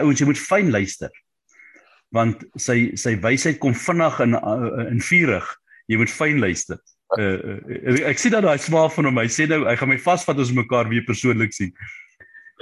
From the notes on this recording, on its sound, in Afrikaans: Om die tafel op die Zoom Byeenkoms.